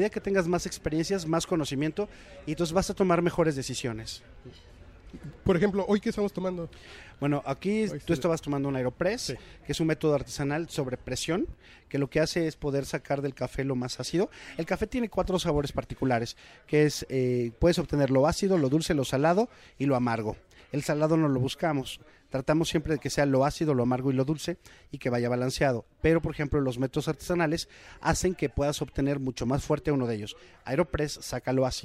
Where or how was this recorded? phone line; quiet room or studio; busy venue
busy venue